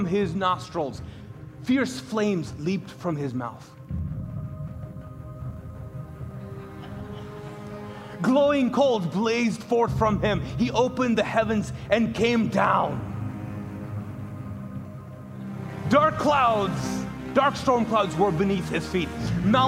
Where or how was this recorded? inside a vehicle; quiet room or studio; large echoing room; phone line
large echoing room